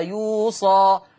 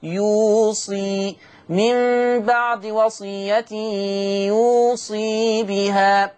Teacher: لا ده انا هكسر الصاد فتبقى بعدها ياء مادية · Shown in: second take